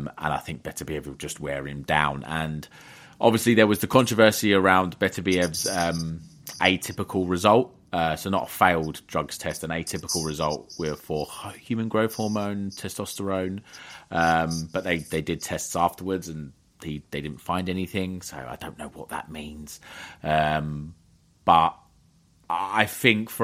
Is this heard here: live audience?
no